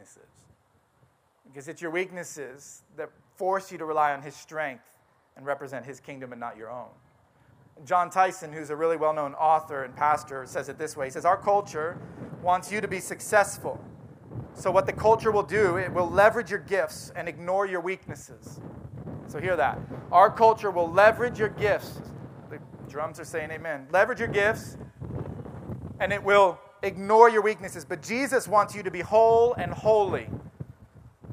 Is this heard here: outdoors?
yes